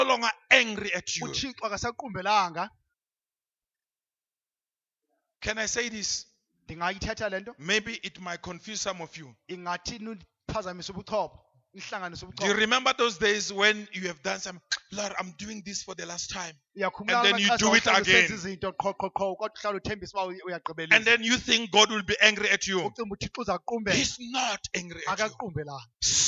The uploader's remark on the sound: Day 2 at the 2018 Passover Conference at Cosmo City Church.